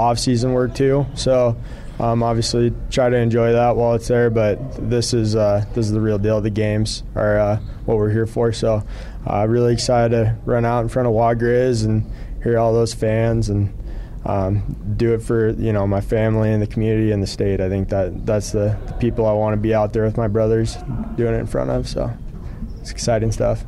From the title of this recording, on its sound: Montana Griz press conference